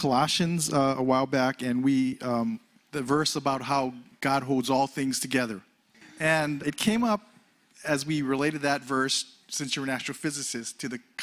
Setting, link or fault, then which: setting, live audience